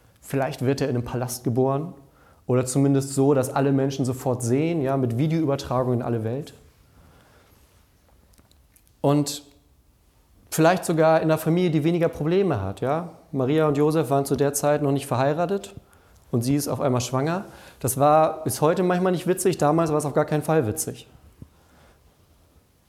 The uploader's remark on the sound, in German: Unsere Predigt aus dem Nachtgottesdienst an Heiligabend.